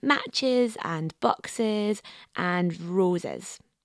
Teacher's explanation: we form the plural not just by adding s or z, but also by adding a vowel sound. We do this with nouns ending in ch, sh, s, and z.